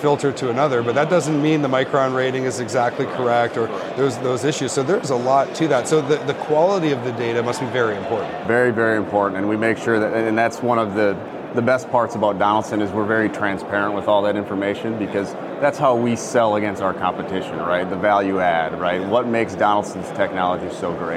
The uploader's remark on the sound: Live at HDAW 23. We are at HDAW 23.